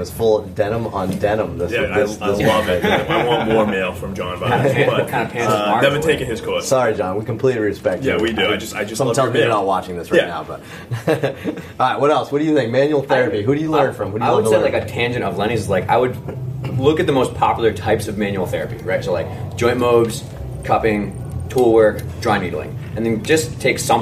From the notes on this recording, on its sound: we answer a bunch of questions to a live audience